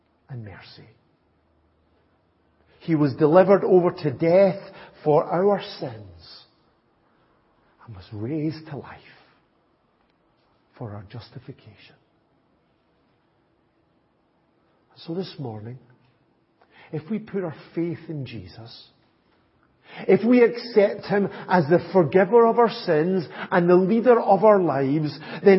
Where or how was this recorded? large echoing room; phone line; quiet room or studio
large echoing room